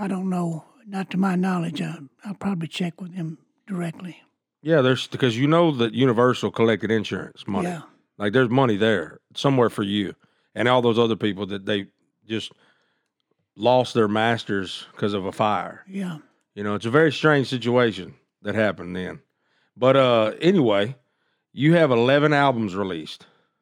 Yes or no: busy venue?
no